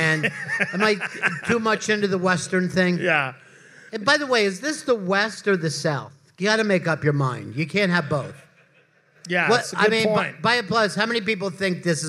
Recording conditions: live audience